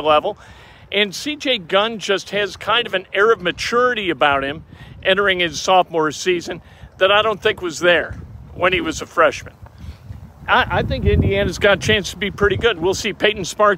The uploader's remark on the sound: Live from IU Basketball Media Day with live interviews!